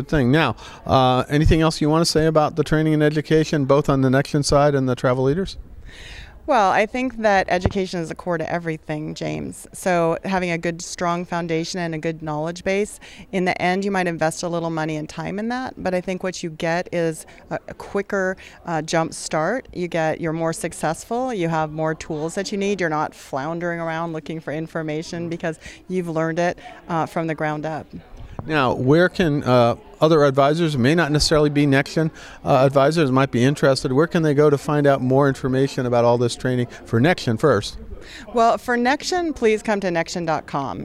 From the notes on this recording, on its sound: At the CoNexion conference last month.